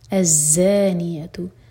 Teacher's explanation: Second आया अज़ानियतु, first letter जो है ये हमज़तुल वसल और सेकंड लेटर है लाम, तो यहाँ पर हम फतह लगा कर पढ़ेंगे। अज़ानियतु, ज़ा पर शद्दा है तो स्ट्रॉन्ग पढ़ेंगे और बजिंग साउंड के साथ